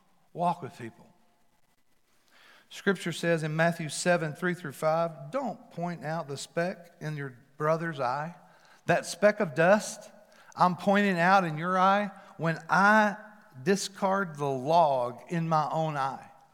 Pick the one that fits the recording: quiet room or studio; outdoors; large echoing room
large echoing room